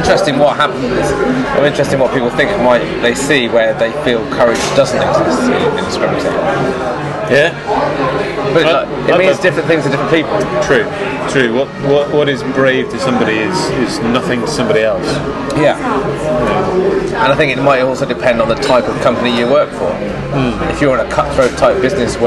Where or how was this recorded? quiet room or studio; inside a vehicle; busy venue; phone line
busy venue